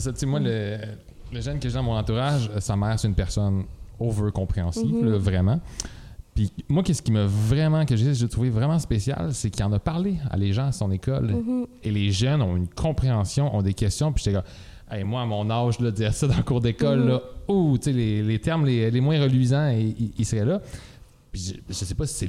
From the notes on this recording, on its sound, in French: Le podcast a été enregistré en avril 2021 à la microbrasserie le Boquébière au 50, rue Wellington Nord à Sherbrooke.